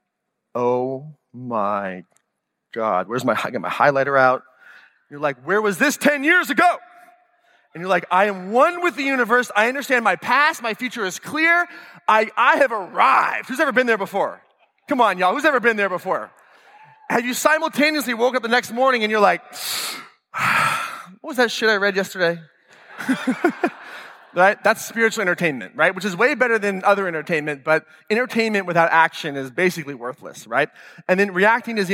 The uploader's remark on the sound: this full-length talk from 2017 Bulletproof Biohacking Conference